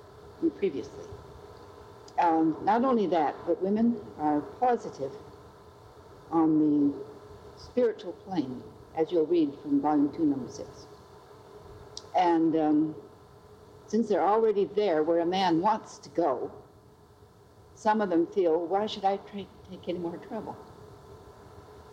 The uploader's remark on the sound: Due to the age of the tapes used for recording. Does have some noise issues.